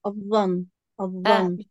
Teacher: النون اللي وقفتي عليها في كلمة الظن بعطيها زمن أطول، الظن، حتى لما أقف عليها يعني زمن وقوفي عليها هو نفس زمن قراءتي إلها بس طويل، ضل مع الشدة، مش مثل السكون لحالها، بتصير مع الشدة زي ما هي، بتضل مشددة. · Term: غنة مشددة